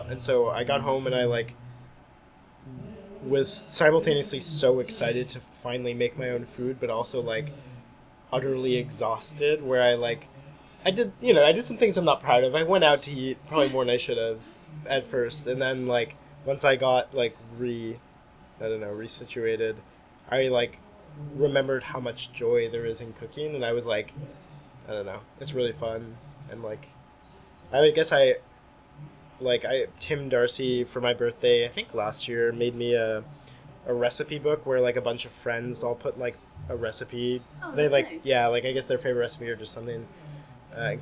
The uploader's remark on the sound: Recorded May 4th at the Sinclair in Cambridge, MA.